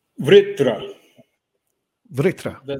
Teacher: It's a V, and it has a little R attached, and then Tra, which is a compound consonant.